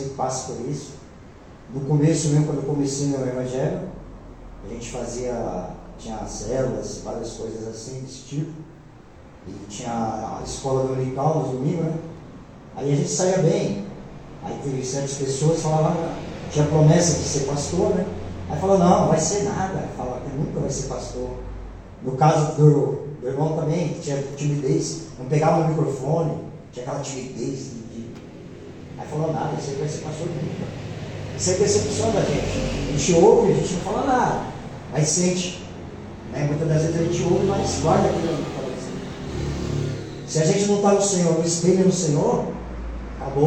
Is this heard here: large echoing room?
yes